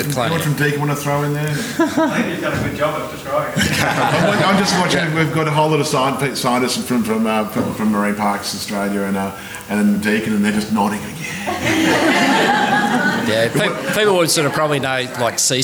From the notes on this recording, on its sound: Apollo Bay Seafood Festival 2023. Conversations on the Edge.